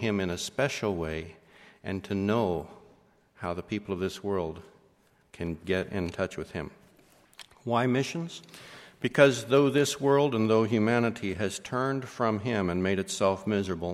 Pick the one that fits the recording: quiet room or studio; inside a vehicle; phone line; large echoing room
large echoing room